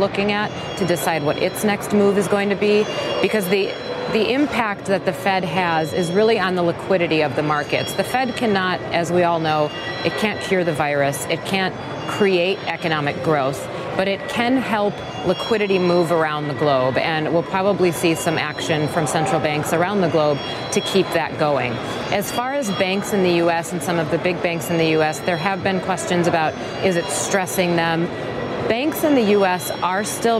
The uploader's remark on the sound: live from the New York Stock Exchange